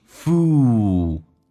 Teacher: 这是一个长元音 fool，舌尖抬起来一点